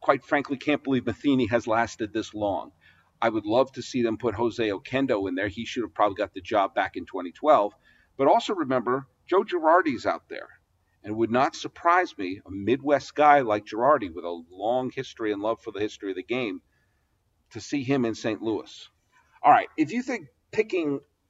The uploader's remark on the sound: From Homer Field and Willie Mays Ballpark in Atherton, California. The sound of a video podcast.